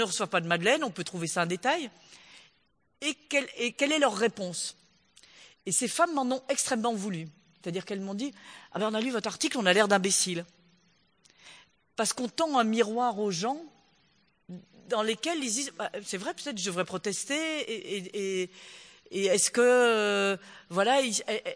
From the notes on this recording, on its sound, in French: au Théâtre de Mâcon